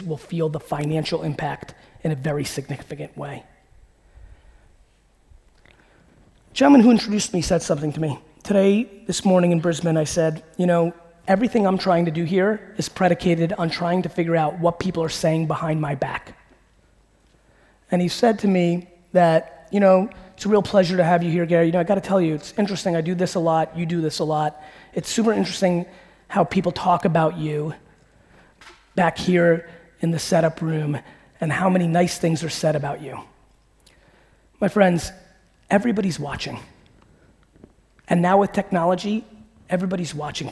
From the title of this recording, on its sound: A Keynote: Business Squared Sydney, AUS